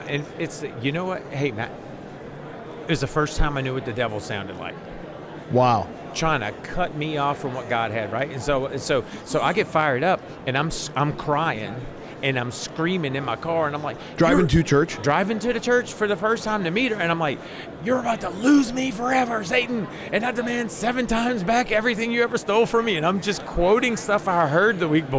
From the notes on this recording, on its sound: LIVE from NRB 2022!